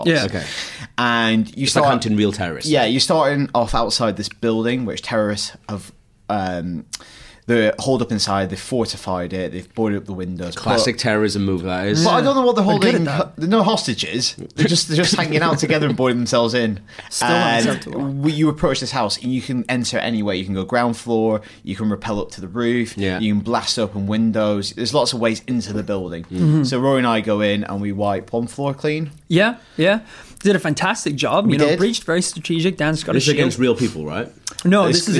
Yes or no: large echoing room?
no